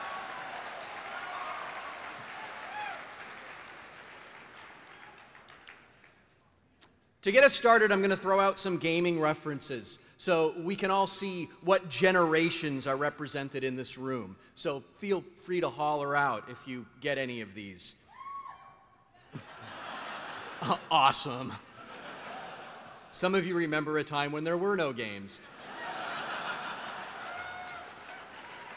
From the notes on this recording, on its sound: This is a recording of my 2007 Keynote to the Penny Arcade Expo in 2007.